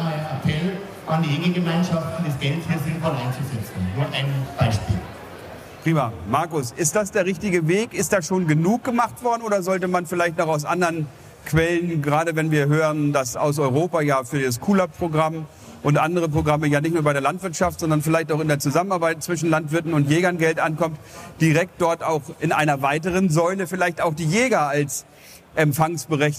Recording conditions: busy venue